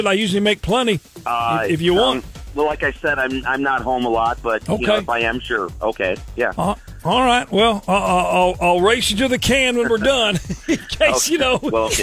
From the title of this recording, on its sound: Prank Call